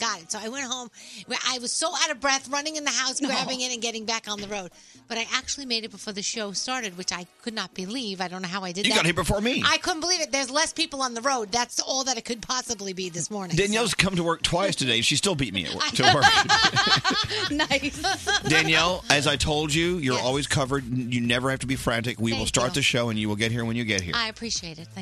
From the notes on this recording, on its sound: A listener called into